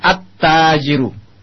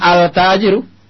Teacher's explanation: Sehingga alnya tidak jelas, akan tapi dia masuk ke dalam huruf selanjutnya · Shown in: first take · Term: huruf asy-syamsiyah